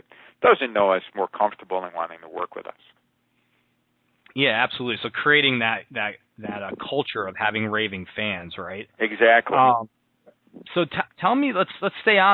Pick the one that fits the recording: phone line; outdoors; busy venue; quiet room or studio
phone line